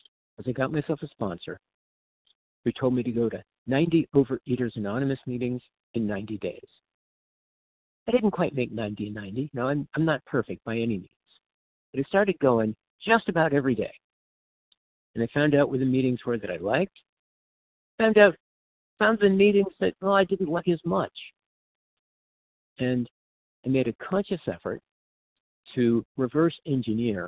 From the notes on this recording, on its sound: from the 100 Pounders Phone Meeting, 10/6/23.